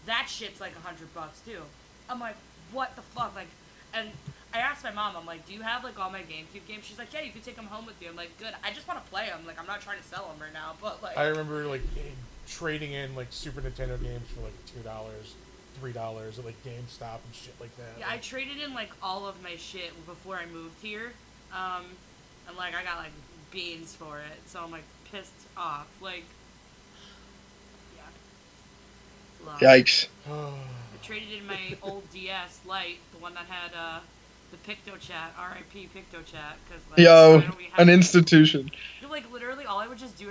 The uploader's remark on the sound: APOLOGIES FOR THE SOUND ISSUE.